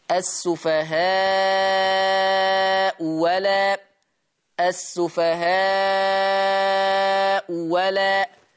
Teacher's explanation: الأولى مضمومة والثانية مفتوحة، تبدل الثانية واو مفتوحة · Term: الإبدال